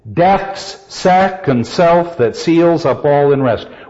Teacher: We begin with a spondee followed by an iamb at the end of each quatrain